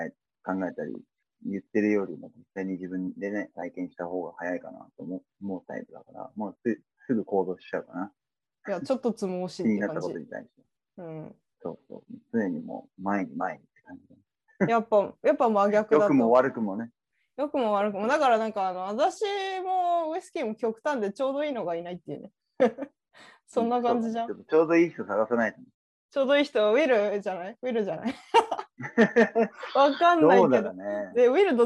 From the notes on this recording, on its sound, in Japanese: 音質があまり良くないため、聴きづらかったら申し訳ありません･･･。